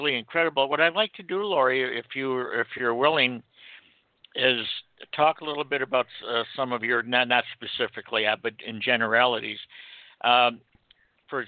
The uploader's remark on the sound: We will be taking live callers during this episode.